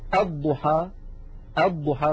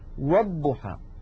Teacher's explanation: هذه الهمزة كما نعلم تثبت في بدء الكلام وتسقط في وسط الكلام · Term: همزة الوصل